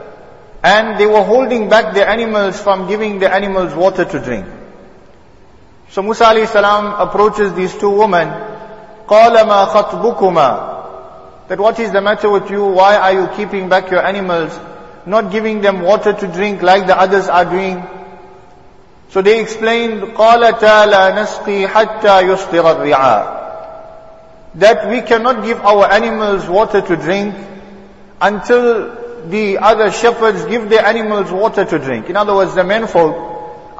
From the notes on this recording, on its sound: Jumuah lecture